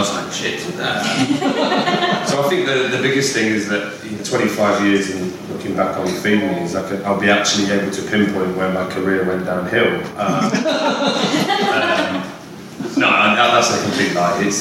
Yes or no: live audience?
yes